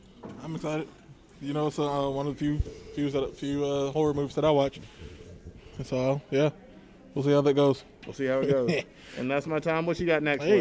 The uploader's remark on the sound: The guys are LIVE at Kami-Con 2022 in Birmingham, AL! Check out some interesting interviews from Blerds that we got to meet over the course of the weekend!